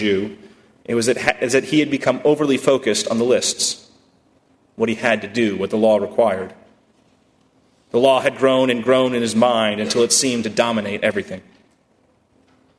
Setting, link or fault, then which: setting, large echoing room